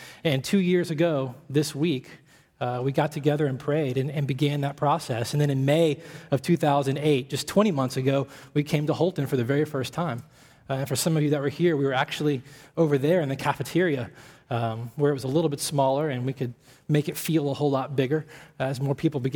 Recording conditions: large echoing room